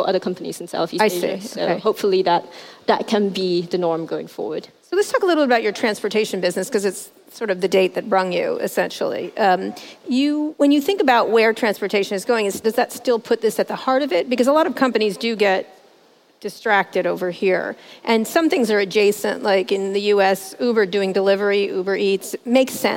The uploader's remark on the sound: at the 2018 Rise conference in Hong Kong